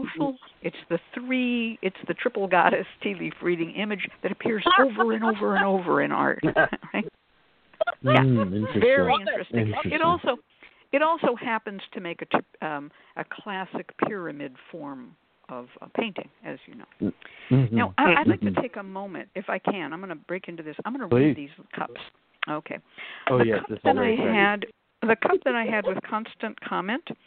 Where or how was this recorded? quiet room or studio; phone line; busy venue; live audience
phone line